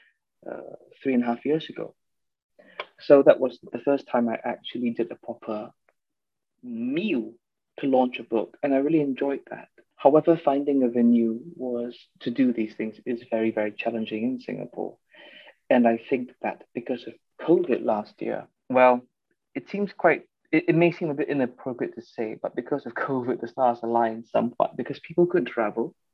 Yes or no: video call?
yes